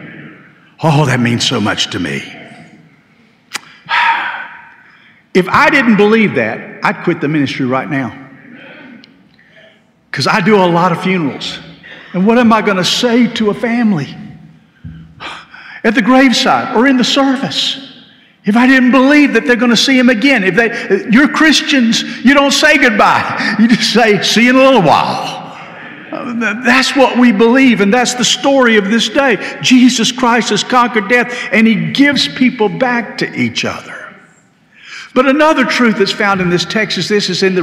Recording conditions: large echoing room